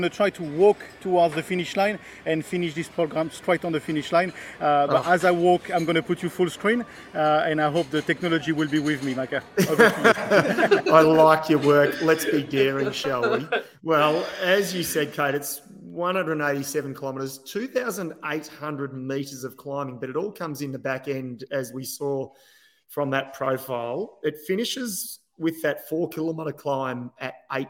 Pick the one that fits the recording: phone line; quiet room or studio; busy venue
busy venue